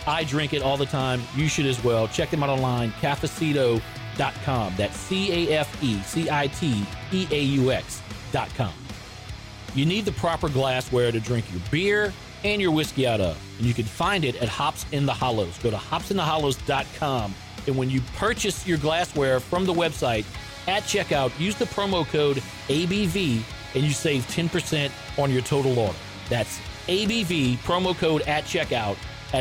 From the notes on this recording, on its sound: heads over to Rally Cap Brewing here in Baton Rouge